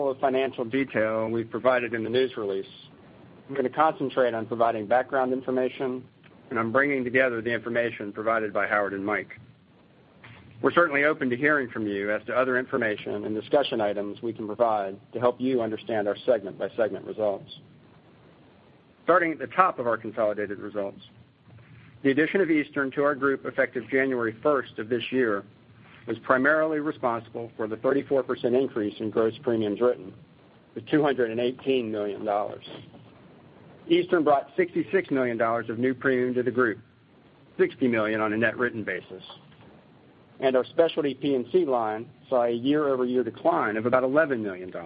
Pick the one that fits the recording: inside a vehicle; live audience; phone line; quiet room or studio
phone line